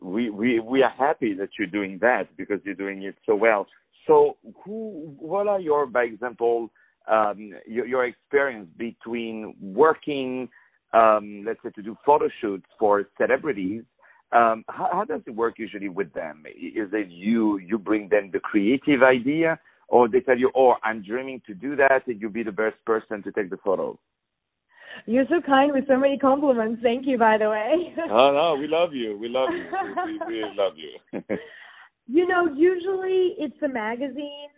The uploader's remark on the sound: On the phone